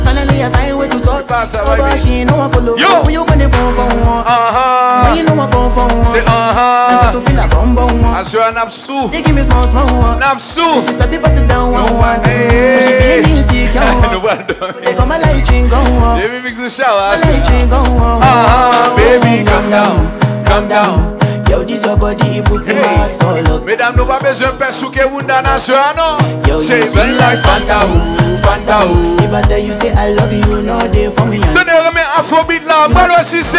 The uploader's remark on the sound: LIVE AT WE LIT DR (Santo Domingo )